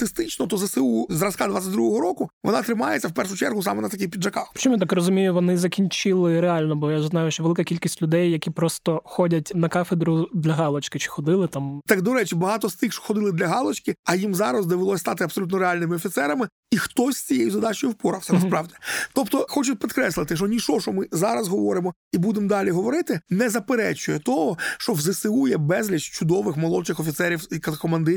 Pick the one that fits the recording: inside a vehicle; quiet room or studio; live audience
quiet room or studio